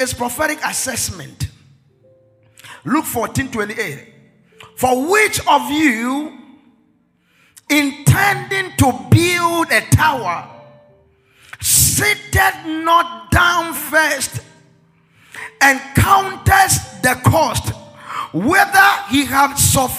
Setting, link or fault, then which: setting, live audience